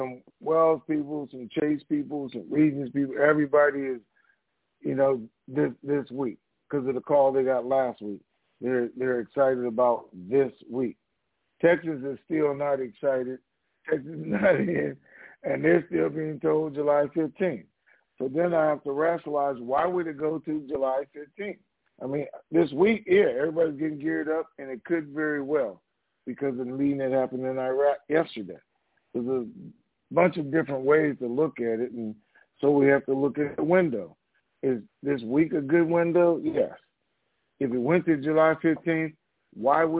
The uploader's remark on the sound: TNTSuperfantastic Conference Call - Monday, June 14, 2021